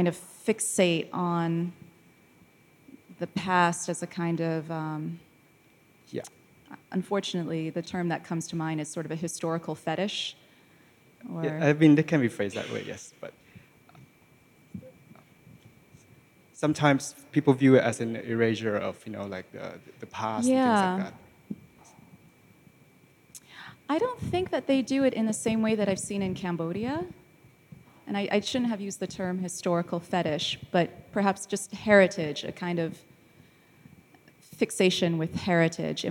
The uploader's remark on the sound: This talk was recorded live in August 2017 at National Gallery Singapore